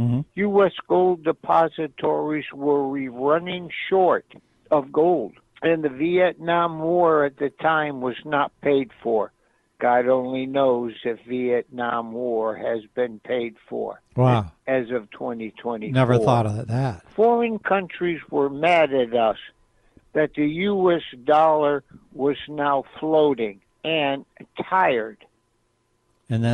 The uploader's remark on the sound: take some awesome phone calls